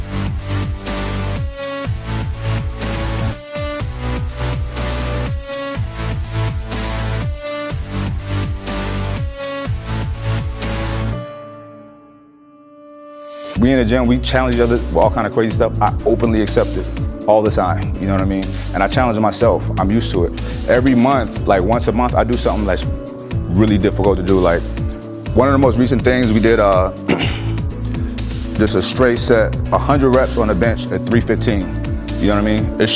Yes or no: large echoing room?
no